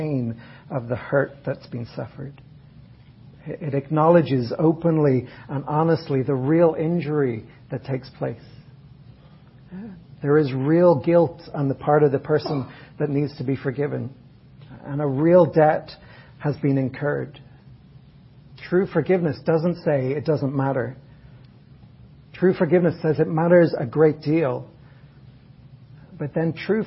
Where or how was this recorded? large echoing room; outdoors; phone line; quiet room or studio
large echoing room